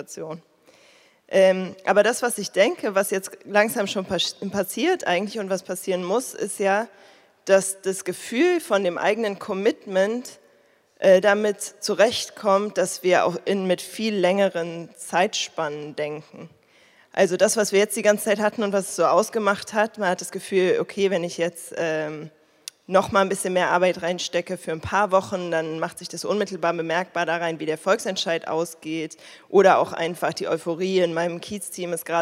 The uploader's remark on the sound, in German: Eine Audio-Aufzeichnung der Veranstaltung zu der Frage «Wie geht es weiter nach dem Erfolg der Kampagne DW enteignen?». Das Gespräch wurde im Dezember 2022 in der Volksbühne aufgezeichnet.